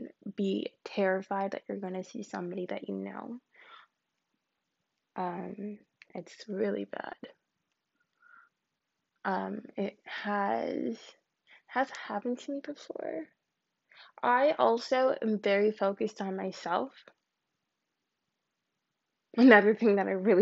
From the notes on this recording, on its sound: This is my first podcast, but I promise that I got much better at recording.